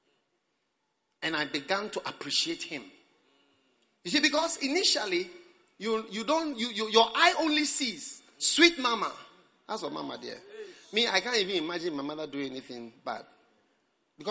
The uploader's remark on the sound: Preached at the Prophetic Encounter Service.